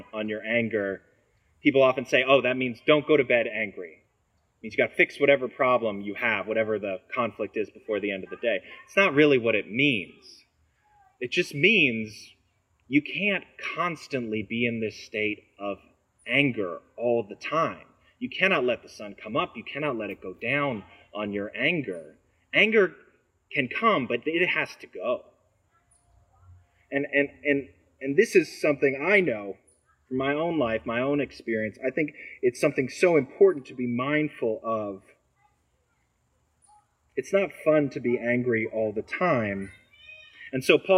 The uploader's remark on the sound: Recorded on Sunday, August 14, at the outdoor worship service.